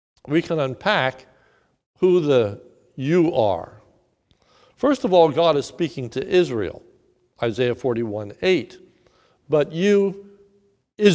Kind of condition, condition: setting, large echoing room